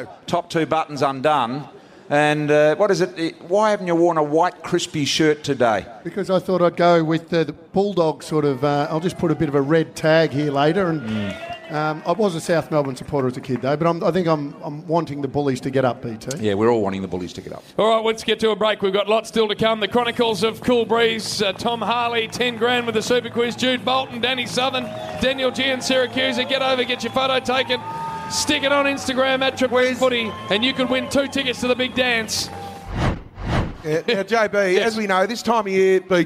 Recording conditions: busy venue